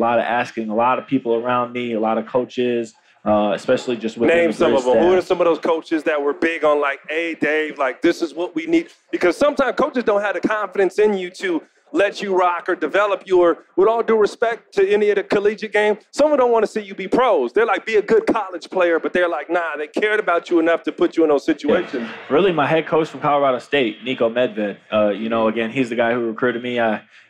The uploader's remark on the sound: LIVE from NBA Con at Summer League in Las Vegas